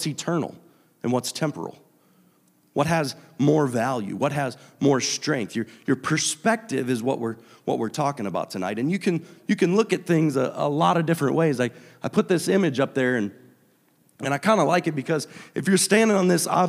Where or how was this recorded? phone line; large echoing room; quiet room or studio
large echoing room